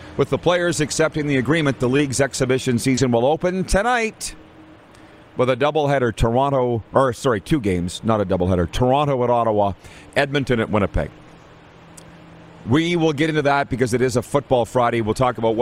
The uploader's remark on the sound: We are LIVE from the city of Estevan, Saskatchewan for the 2022 CJHL Centennial Cup Junior Hockey Championship!